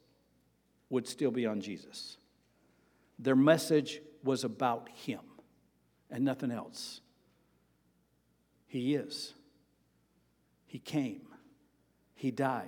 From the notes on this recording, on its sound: Sermon preached on August 7, 2023, at Avondale Baptist Church.